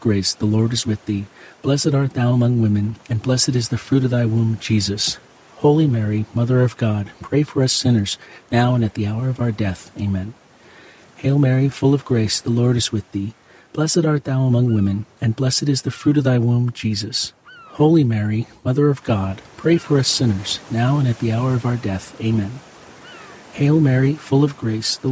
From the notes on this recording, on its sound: Experience ocean water crashing under the boardwalk, sounds from the pier and inspired melodies alongside this Friday rosary.